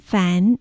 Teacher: 上の歯で下の唇に当たって息をしながら発音します